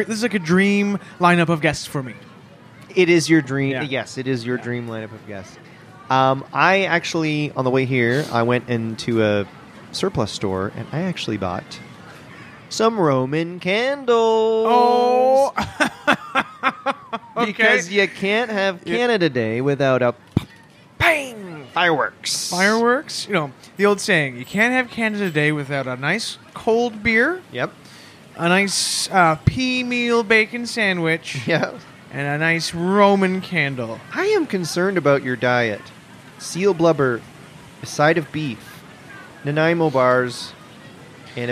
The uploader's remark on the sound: LIVE from Trinity–Bellwoods Park in Toronto’s west end… at least until tragedy intervenes.